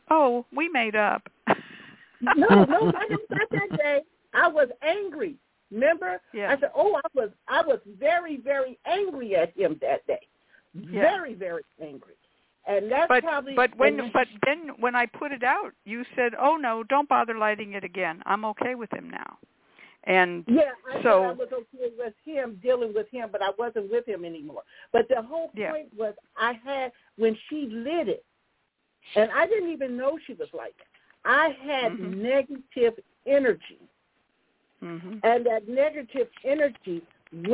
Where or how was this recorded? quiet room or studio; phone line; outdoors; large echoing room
phone line